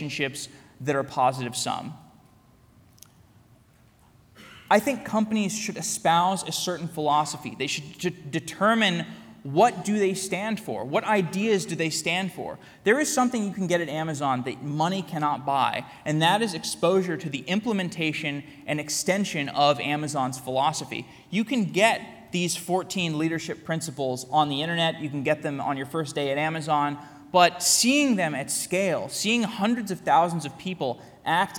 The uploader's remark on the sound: Keynote at Tikal Full Stack Tech Radar Day. Today’s episode is a keynote I gave at Full Stack Tech Radar Day in Tel Aviv.